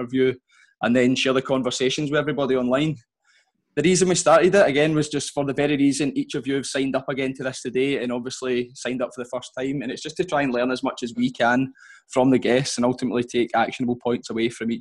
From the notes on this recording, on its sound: our second live webinar